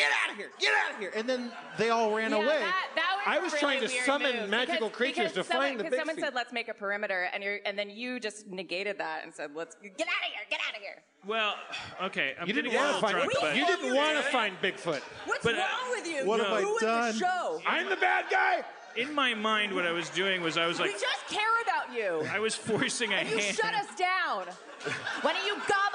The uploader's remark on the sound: LIVE from Bridgetown 2015!